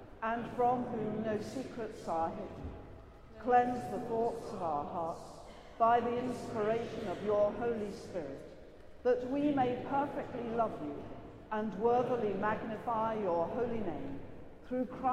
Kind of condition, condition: setting, large echoing room